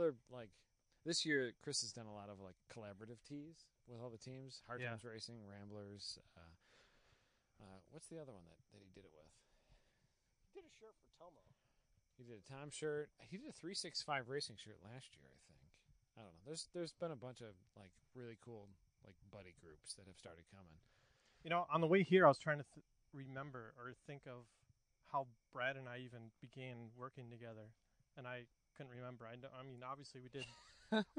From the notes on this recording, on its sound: Walking the track at Blackhawk.